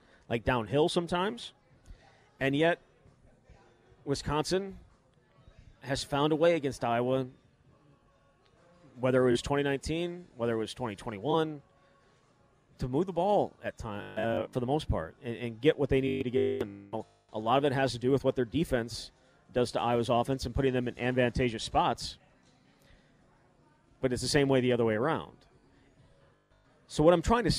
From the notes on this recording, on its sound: live at Monk's in Sun Praire